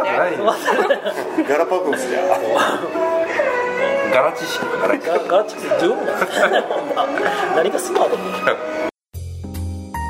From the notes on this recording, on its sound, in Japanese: 韓国料理店での収録のため、バックにそれ系の音楽が流れてますｗ